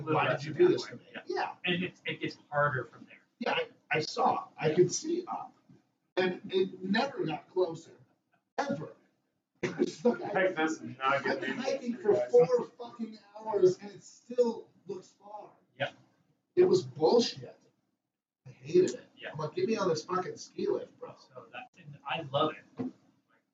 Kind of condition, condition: fault, poor sound quality